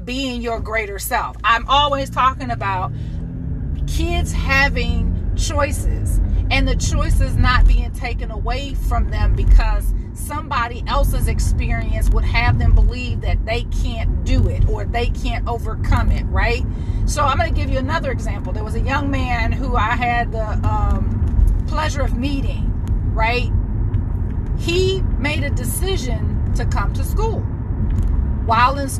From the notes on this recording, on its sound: While my teenage son was in the car, we were discussing driver safety